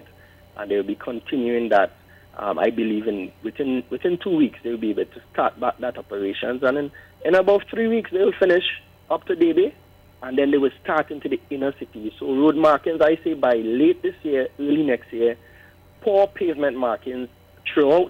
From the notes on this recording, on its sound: we take more calls from the audience